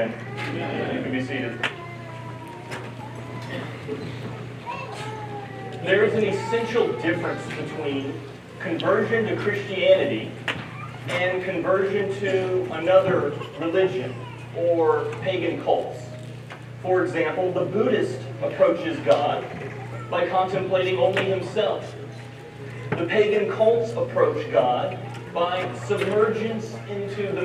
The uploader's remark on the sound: Audio improves at 9:32